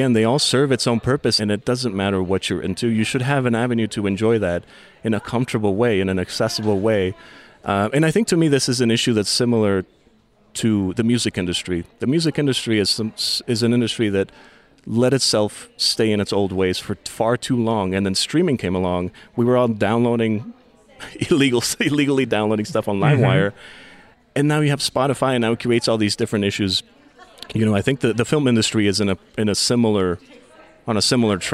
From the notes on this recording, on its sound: This episode was recorded on location at the Jewish Community Center during their Tzedakah 4 Kids fundraiser supporting the JCC’s ESL and summer programming.